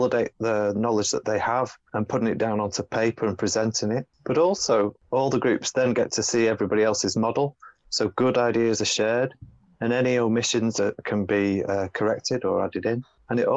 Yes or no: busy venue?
no